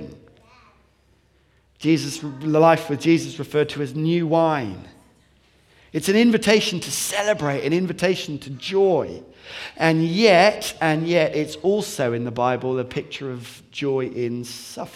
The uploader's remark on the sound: Recorded on 17th January 2016 at our Bournville gathering.